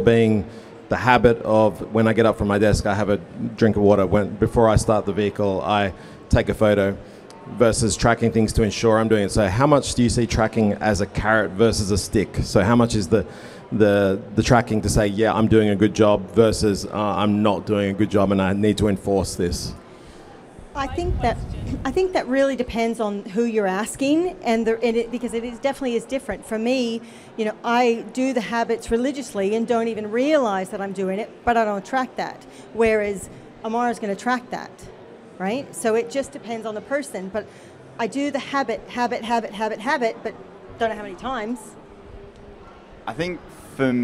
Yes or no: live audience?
yes